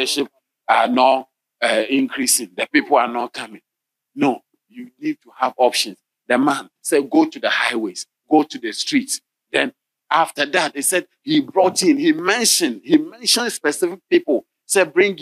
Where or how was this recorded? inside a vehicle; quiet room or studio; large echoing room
large echoing room